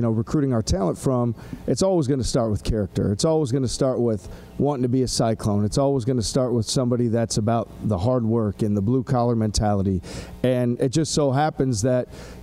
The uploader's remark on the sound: media day press conference